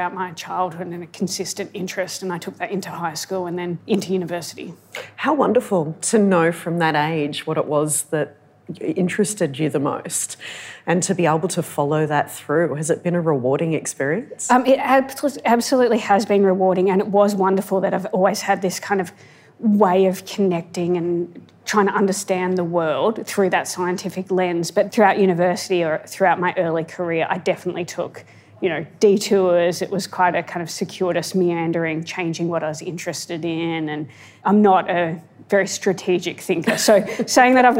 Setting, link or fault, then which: setting, live audience